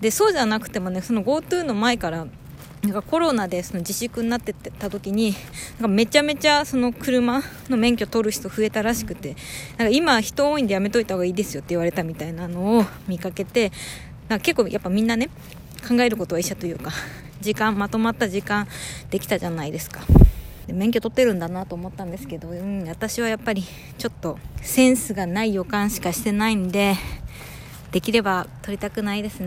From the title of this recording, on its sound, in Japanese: 歩きながら録ってみた